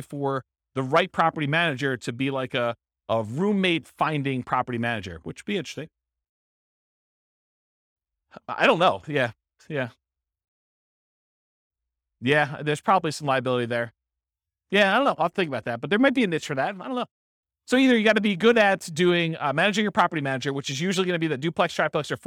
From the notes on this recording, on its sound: This was a live class recorded